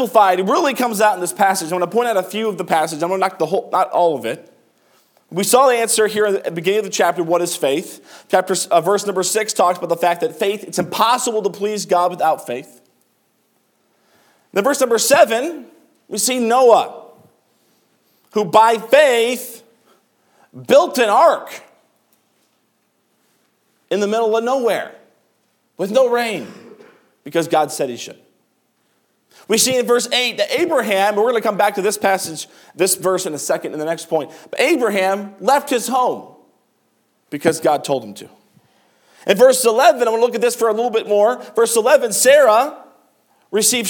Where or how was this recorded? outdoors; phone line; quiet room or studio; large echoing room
large echoing room